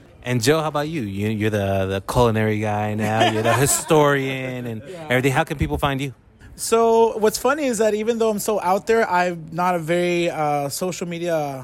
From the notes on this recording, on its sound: on location from Whiskey River Saloon